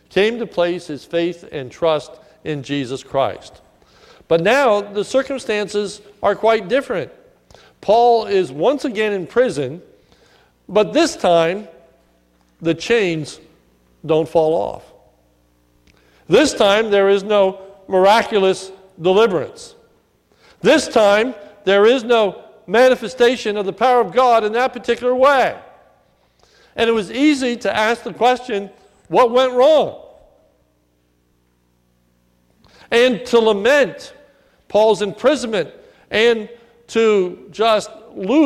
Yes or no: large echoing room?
yes